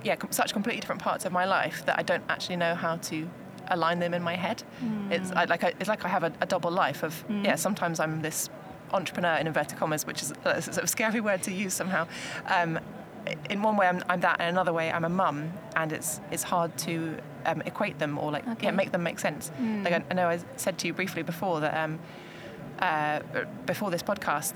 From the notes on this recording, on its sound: This episode was recorded on the Shure stand at The Podcast Show, London, on 24 May 2023.